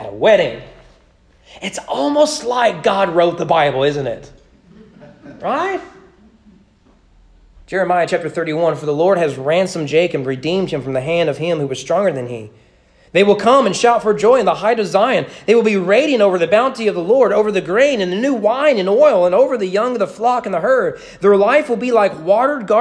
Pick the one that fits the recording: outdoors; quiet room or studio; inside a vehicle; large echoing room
large echoing room